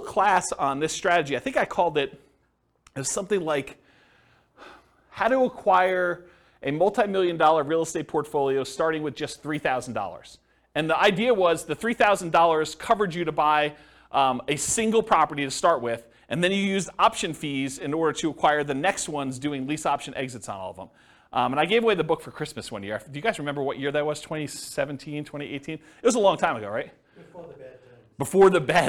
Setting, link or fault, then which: setting, live audience